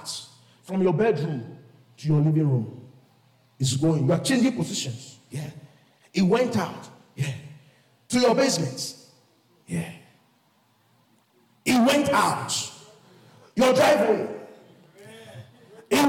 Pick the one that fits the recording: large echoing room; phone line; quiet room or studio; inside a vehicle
large echoing room